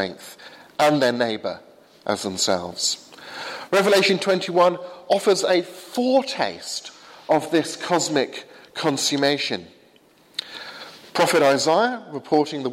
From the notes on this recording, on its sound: Sermon from the 8 am service at Highfield Church, Southampton, April 24th, 2016.